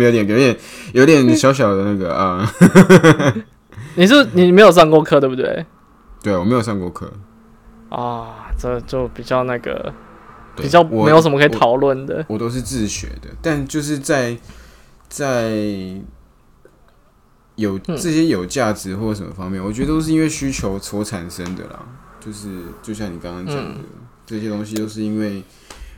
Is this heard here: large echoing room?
no